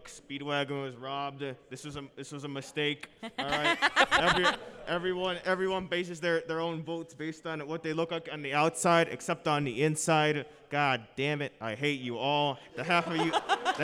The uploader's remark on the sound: Live Panel at Anime Central 2022